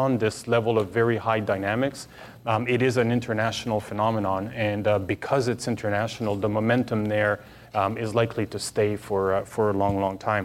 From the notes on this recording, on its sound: In this podcast from the CASI ASTRO 18 conference in Quebec City.